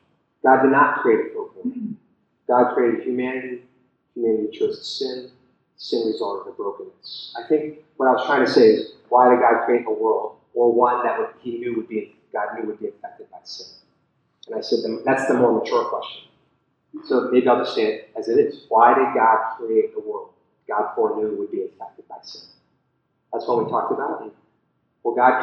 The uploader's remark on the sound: the audio is a bit spotty.